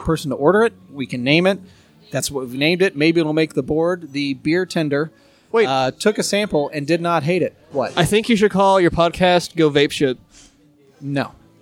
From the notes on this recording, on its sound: OHHAP Live from Deviate.